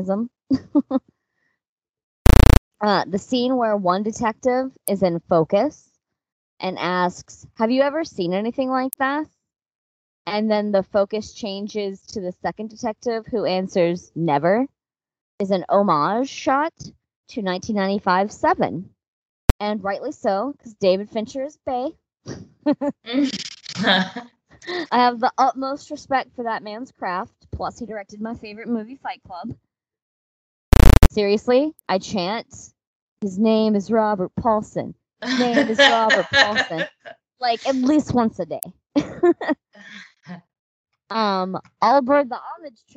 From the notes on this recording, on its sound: Please excuse some minor audio issues.